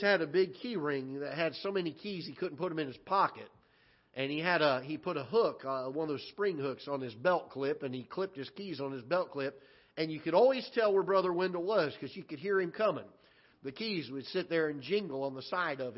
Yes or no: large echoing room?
yes